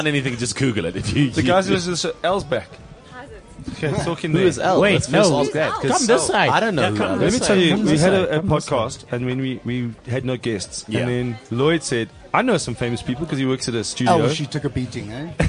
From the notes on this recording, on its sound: Then the entire line-up of comics from the Fullstop Cafe gig arrive and cause the most chaotic fun we’ve ever had in a Garden Centre.